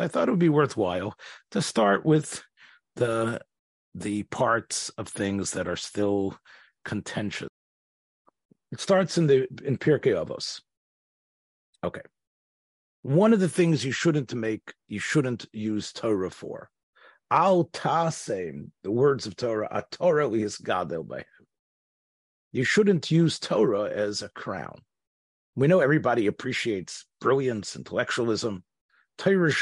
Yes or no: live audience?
no